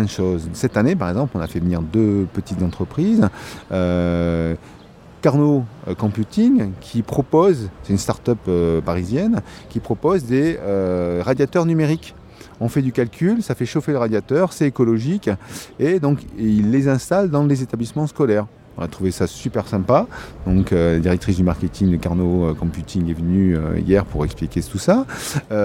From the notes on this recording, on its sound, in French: Troisième hors série en direct de la onzième édition de Ludovia. Encore un épisode entièrement consacré aux entretiens enregistrés dans les jardins de Ludovia 11.